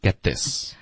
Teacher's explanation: 我们咬舌尖的时候呢，气流就被这个咬的动作封住了，而不是要发一个鼻音的发音。 OK,所以这里是 get 后面咬舌尖 get 这个停顿非常干脆，因为我咬了舌尖 get 再接着发 this, get this, OK,然后所有的美国人、英国人、澳大利亚人他们都是这么发的,OK,特的音省略，咬舌尖连发 this